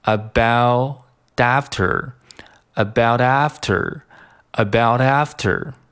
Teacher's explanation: 舌尖轻轻一跳，听起来像是一个的，但是比的更加轻松一些，更加快啊，明快一些。 · Term: 跳舌音